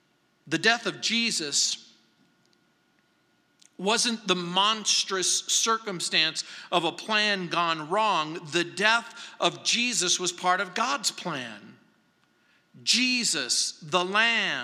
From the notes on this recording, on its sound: at Calvary South Denver in Littleton CO